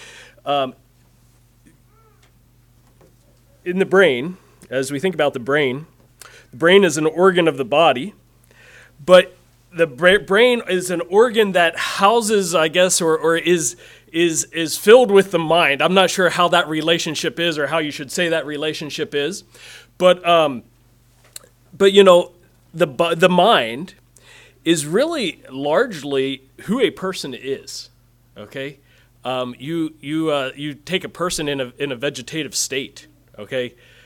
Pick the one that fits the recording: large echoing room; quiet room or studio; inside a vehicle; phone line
large echoing room